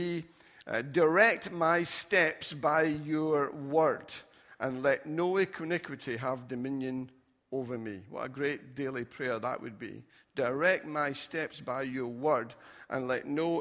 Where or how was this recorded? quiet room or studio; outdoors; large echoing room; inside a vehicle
large echoing room